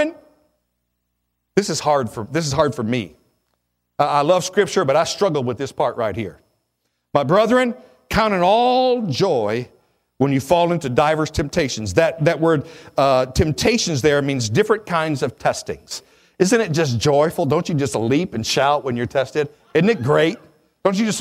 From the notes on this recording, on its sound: at Victorious Life Church of God during the 11am Sunday morning service on February 5, 2017